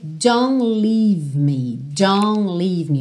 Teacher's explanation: a gente não ouve realmente o T dos don'ts que aparecem aí tanto na primeira quanto na segunda linha. · Term: consoante oclusiva